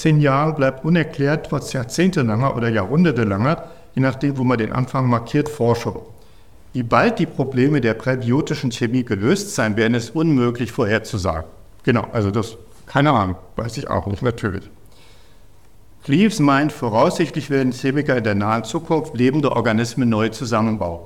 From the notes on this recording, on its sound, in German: Dieser Vortrag wurde bei der Langen Nacht der Wissenschaften in Halle gehalten.